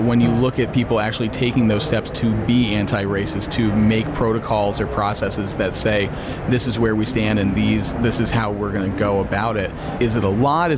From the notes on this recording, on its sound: recorded at HLTH in Las Vegas